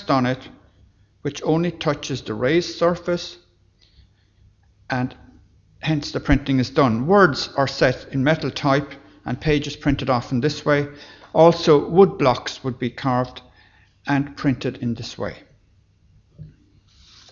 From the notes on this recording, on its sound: Library Lunchtime Lecture. Location: Academy House.